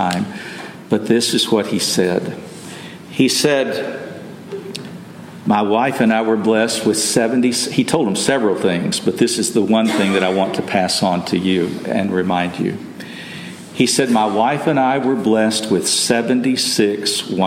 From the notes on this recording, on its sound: Message delivered Sunday, October 29, 2023 at Mt Carmel Primitive Baptist Church, Bel Air, Maryland.